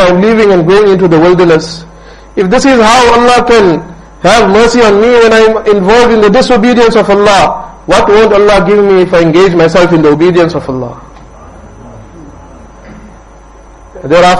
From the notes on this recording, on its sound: Jumuah lecture at Rockford Musalla